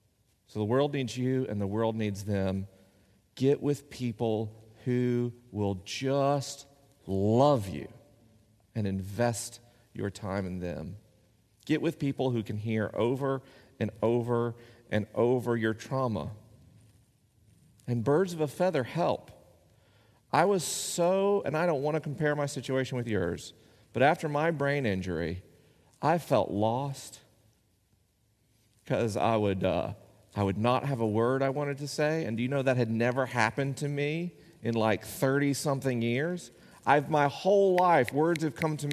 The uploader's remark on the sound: This week is a live episode: the questions are unscreened and the answers are unrehearsed.